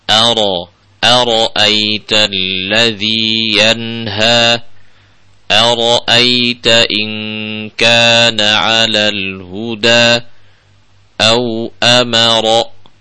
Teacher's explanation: untuk huruf ra itu dibaca tebal ya, bukan ra tapi ra.